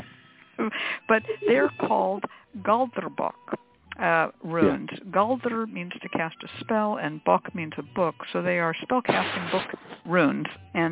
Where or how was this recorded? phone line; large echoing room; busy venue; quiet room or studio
phone line